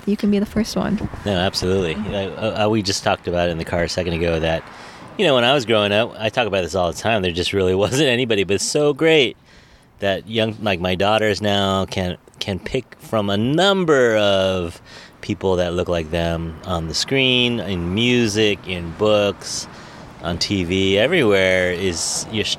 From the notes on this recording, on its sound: We recorded on location inside a restaurant! It was a bit noisy, but it was a good learning experience.